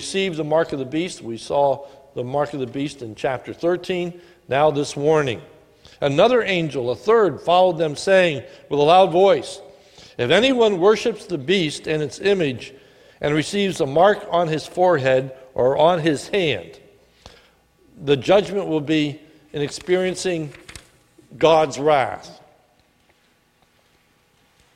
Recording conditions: large echoing room